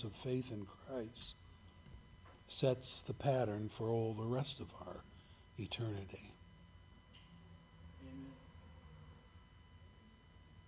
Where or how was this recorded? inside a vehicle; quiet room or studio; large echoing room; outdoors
large echoing room